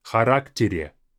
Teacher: But all the rest, I think the е, when it's in the middle of the word, it doesn't have the same е sound. It just simply has a э sound.